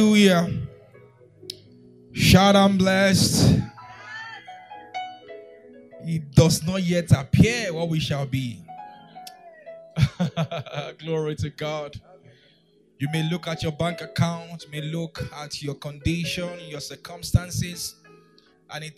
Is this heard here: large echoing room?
yes